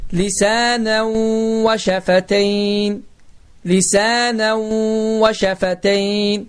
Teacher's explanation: Bu zaman qayda baş verər və tənvinlərin sonu itər, yəni ənin nısı itər və vav hərfi isə şəddələnər.